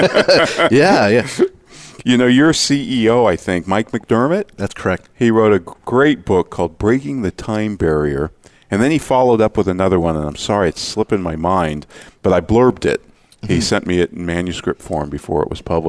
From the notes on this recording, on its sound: Live Broadcast at the The IPBC IGNITE Conference.